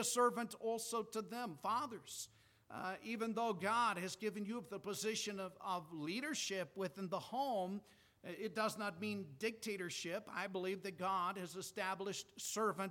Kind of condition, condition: setting, large echoing room